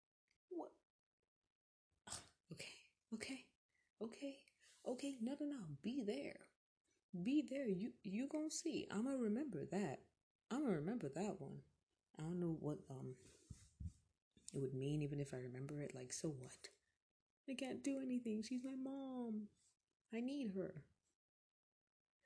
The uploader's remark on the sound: Enjoy this weeks background noise